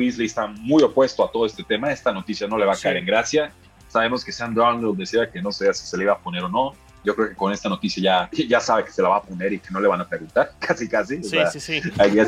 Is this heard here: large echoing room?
no